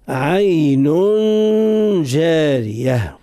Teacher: تنوين النون في كلمة عين قاعدتها هو الإخفاء مع إبراز الغنة، وأحسن ما نقولوش الإخفاء مع الغنة، لأن لابد أن نبرز الغنة، الغنة لابد من إبرازها.